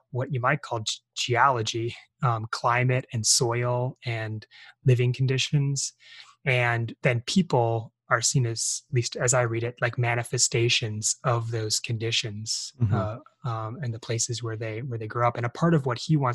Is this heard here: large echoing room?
no